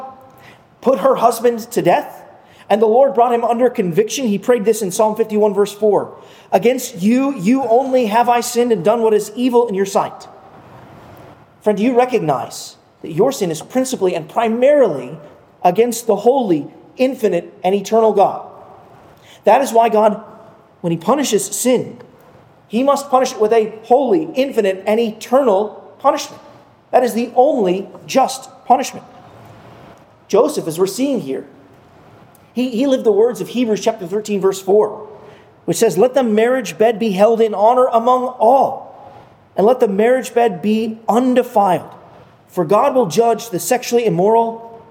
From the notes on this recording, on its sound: at Arlington Baptist Church in Arlington, Virginia